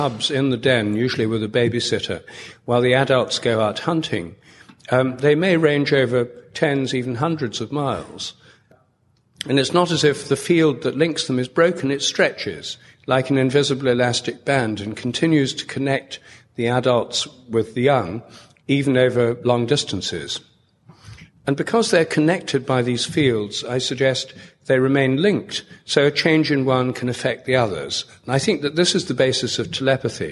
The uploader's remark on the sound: An excerpt from a talk at the 2012 IONS Conference in San Francisco.